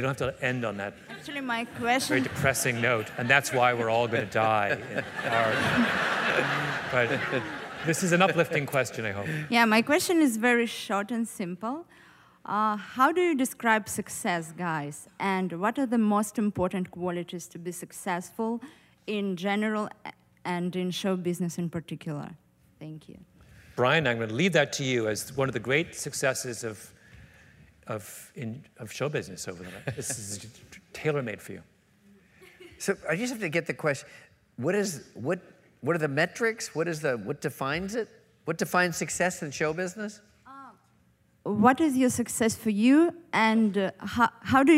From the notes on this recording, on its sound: Recorded April 7, 2015 at New York’s 92nd Street Y.